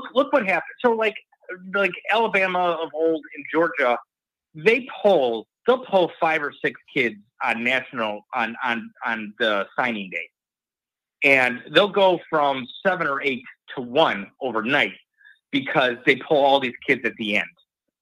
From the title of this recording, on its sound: Call In/Chat LIVE